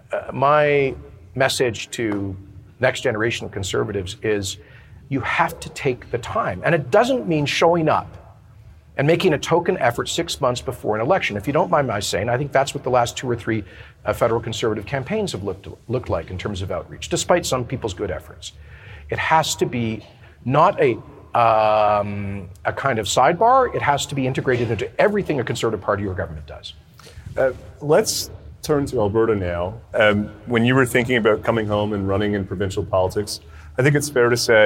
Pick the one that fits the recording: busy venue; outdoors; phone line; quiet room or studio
busy venue